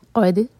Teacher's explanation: क़द, क़ाफ़ को हलक से निकालेंगे और हैवी लेटर है तो मुँह भर कर पढ़ेंगे, और दाल पर सुकून है तो वहाँ पर क़लक़ला होगा